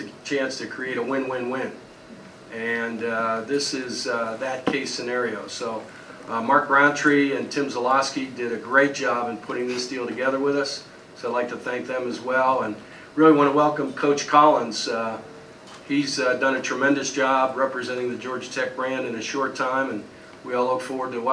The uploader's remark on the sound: Mercedes-Benz Stadium Press Conference